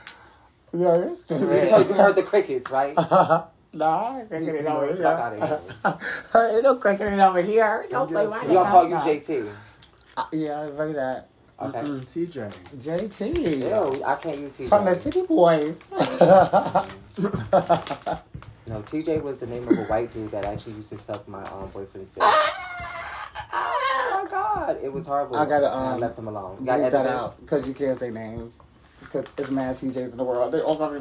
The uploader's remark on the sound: Didn’t plan on recording…just took out my phone and started